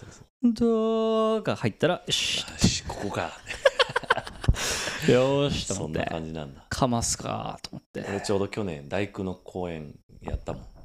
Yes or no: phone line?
no